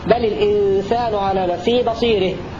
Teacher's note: فكلمة بصيرة تمال قولا واحدا للكساء عند الوقف: بل الإنسان على نفسه بصيره.